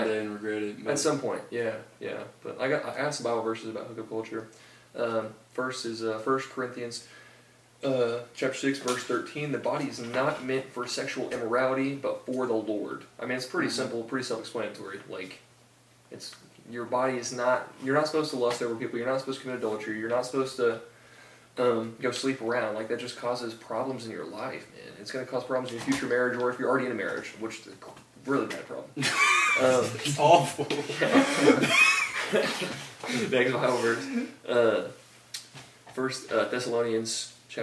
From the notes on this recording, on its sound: Microphones didn't record, so we used camera audio